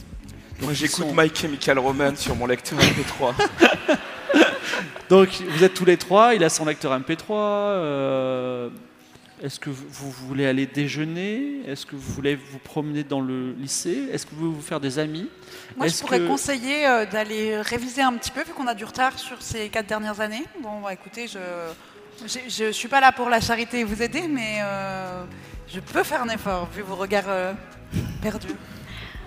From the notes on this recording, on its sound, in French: L’équipe Game of Rôles est reçu par Polymanga pour faire, en public